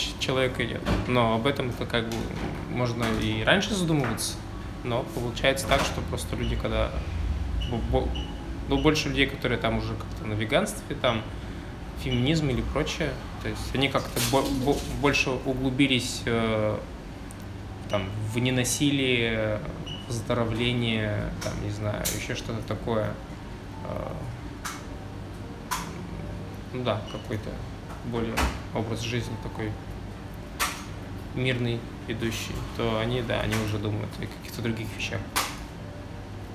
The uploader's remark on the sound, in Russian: Вырезанные из прошлого минуты, между закрытием смены в lemon tree и дорогой домой. Под звуки дребезжания кофемашины, воды из под крана, движение дорог.